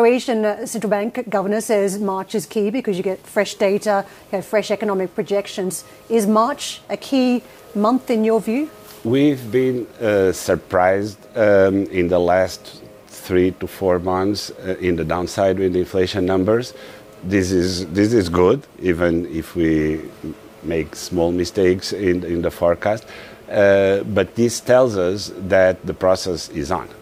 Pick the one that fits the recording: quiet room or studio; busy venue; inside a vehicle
busy venue